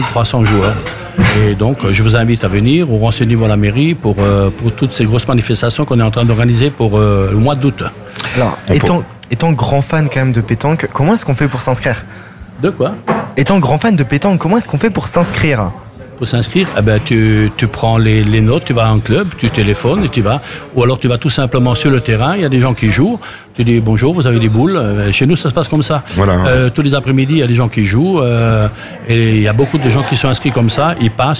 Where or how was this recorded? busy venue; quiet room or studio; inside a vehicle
busy venue